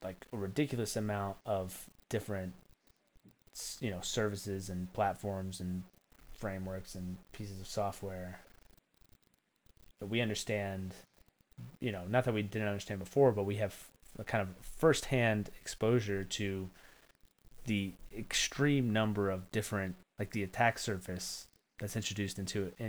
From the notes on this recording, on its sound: My audio was incredibly quiet during the recording so when editing I had to pump up the volume which introduced a fair bit of static. I apologize and hope the episode is bearable despite that static!